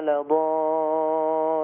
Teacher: الألف ممدودة أنا مديت الألف عشان خاطر الحرف اللي بعدها مشدد · Term: مد لازم